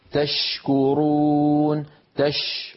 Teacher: هل رأيتوا حرف الشين والتدفق الواضح للنفس معه · Term: همس